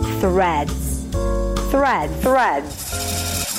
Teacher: You start with a voiceless TH sound, stick the tongue out, release air, then pull the tongue in for the R. Thr, make sure the tongue doesn't touch the upper palate and round your lips.